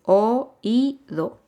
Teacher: la I es una vocal débil y la O es una vocal fuerte. Entonces tengo oído y se acentúa la I. · Term: hiato